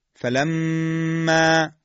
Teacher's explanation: میم مشدد 2 حرکت غنه داره